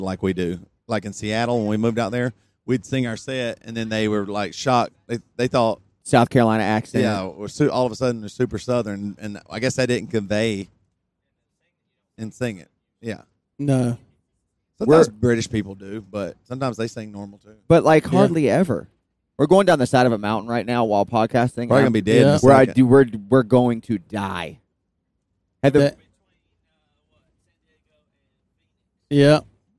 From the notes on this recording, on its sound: We re riding down the road in the middle of the California Desert so we decide to record a pod!